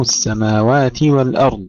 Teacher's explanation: كسر التاء قبل الانتقال إلى الواو